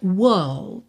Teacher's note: Se nós não temos os R's enrolados, que vem depois das vogais, então nós temos world.